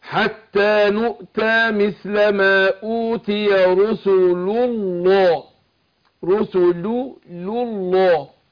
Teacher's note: يبقى انا ضميت هنا اللام وفخمت لام لفظ الجلاله